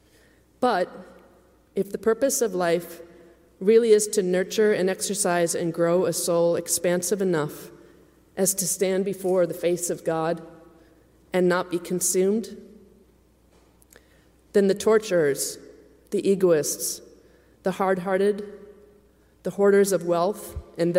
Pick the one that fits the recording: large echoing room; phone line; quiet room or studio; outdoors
large echoing room